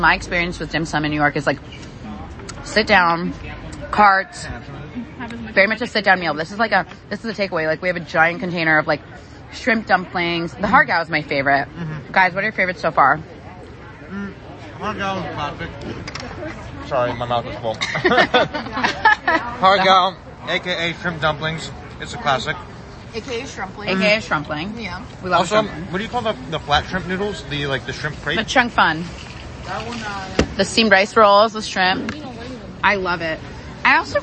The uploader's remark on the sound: Coming at you live from the bustling streets of San Francisco’s Chinatown! House of Dim Sum : 735 Jackson St, San Francisco, CA 94133.